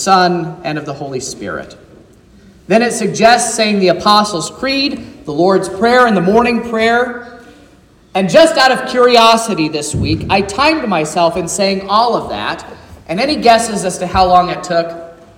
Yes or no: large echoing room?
yes